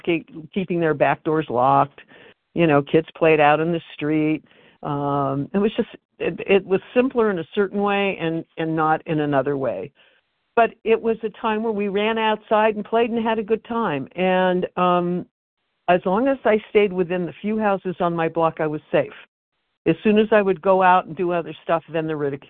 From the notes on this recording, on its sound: Phone Meeting, 12/28/23.